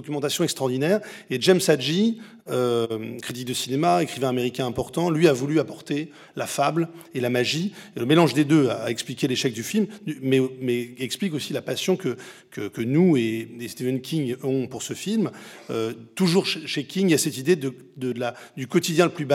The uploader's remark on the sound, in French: je vous propose d'écouter cette conférence si vous n'avez pas pu y assister